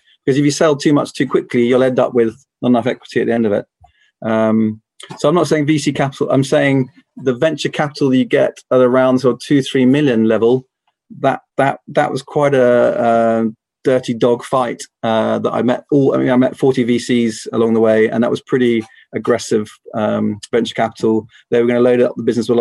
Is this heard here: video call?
yes